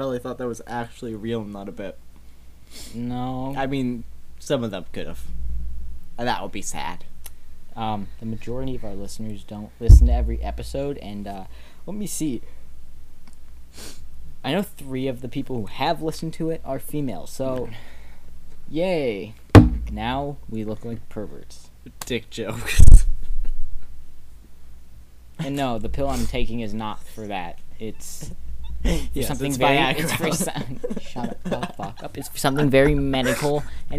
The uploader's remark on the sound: Mic Cancer* not for the faint of heart! The mic was 20 years old and works like a vibrator so every time you touch the table it goes cracking and it be bad.